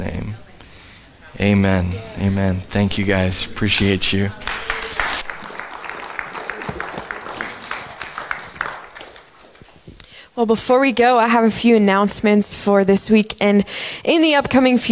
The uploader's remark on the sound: Sunday Morning at The Summit Dover. Live from The Summit Church in Dover, OH.